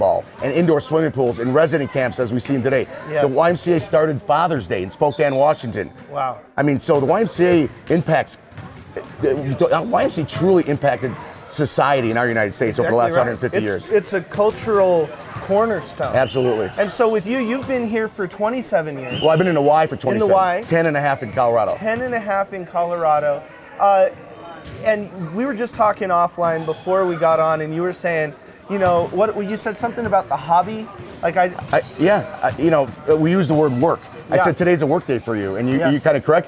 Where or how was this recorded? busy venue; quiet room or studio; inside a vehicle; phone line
busy venue